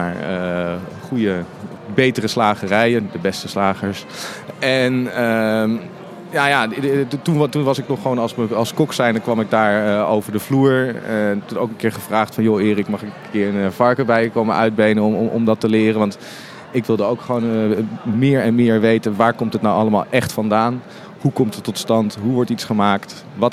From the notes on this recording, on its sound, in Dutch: live vanaf de Horecava